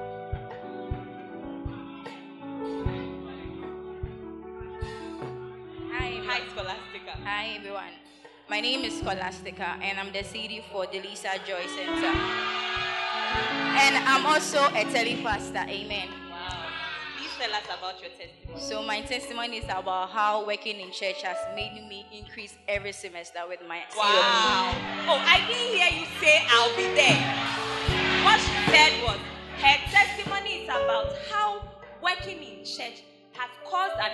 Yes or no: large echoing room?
yes